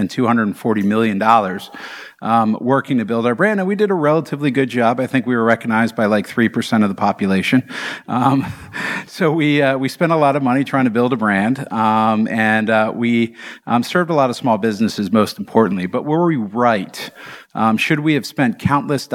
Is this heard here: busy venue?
yes